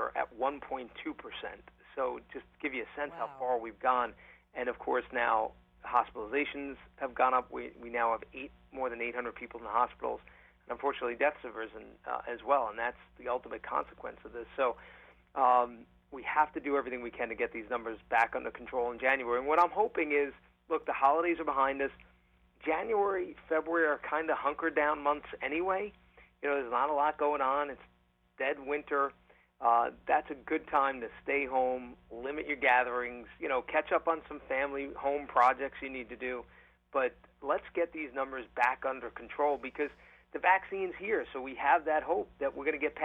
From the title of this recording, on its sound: On The Phone